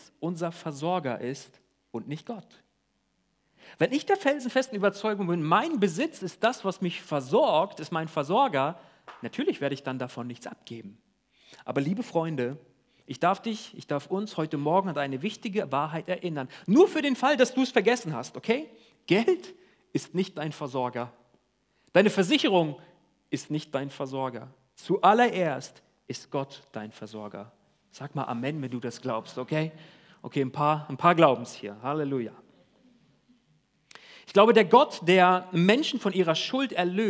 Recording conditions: large echoing room